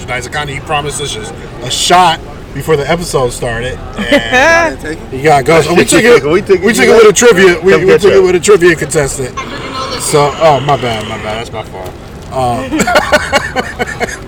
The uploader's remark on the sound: We're live from the Rose Bowl.